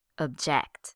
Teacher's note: With the verb, the stress is placed on the second syllable, object. So, which one is impact?